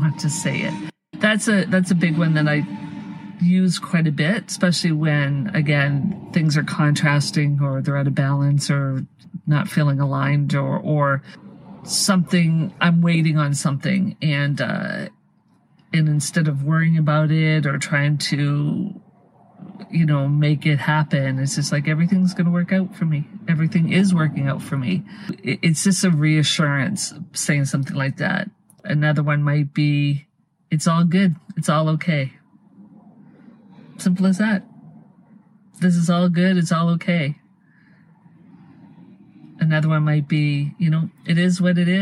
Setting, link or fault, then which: setting, inside a vehicle